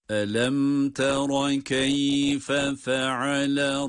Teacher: Ama kelimeler farklı olduğu için burada da yine arayı açmadan sadece ikinci kelimenin yani feale kelimesinin fasına bir vurgu yaparak ses vurgusuyla farklı kelime olduğunu hem hissedip hem de hissettirmemiz gerekir.